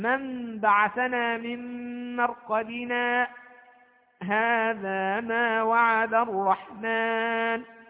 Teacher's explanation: يبقى من بعثنا من مرقدنا هذا ما وعد الرحمن، هذا هو السكت. وقفت على كلمة مرقدنا من غير أن أخذ نفسا ثم قلت هذا ما وعد الرحمن، فهذا هو الموطن الثاني من مواطن السكت.